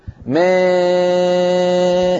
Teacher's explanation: هذا صوت ألف مائلة، ألف في علم التجويد أو القراءات نقول ألف مقللة، ألف ممالة إمالة صغرى، اشترك فيها صوت الألف وصوت الياء في آن واحد